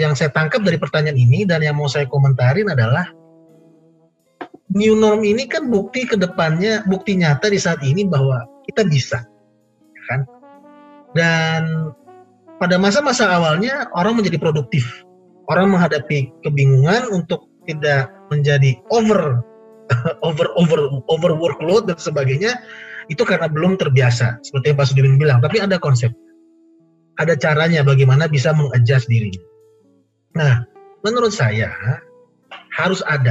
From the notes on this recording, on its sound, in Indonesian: dari hasil rekaman Webinar